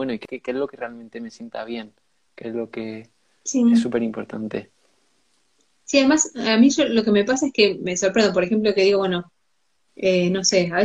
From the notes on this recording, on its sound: Instagram live